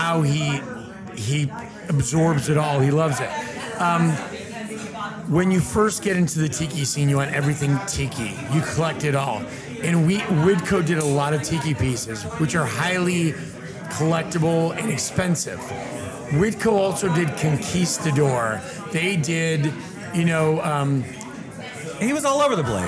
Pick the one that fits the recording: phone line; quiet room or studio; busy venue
busy venue